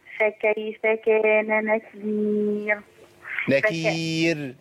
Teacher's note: الراء الموقوف عليها اللي قبلها ياء مرققة